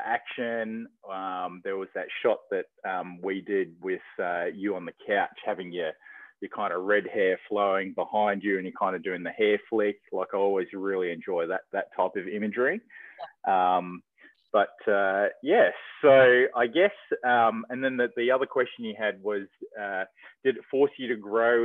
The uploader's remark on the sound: on the phone